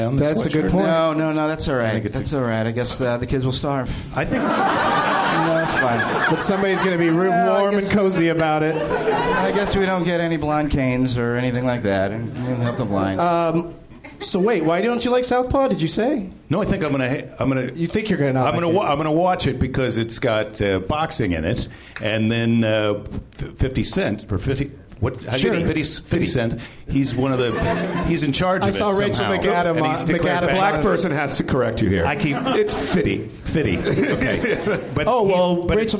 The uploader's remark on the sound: Live from the NerdMelt Showroom in LA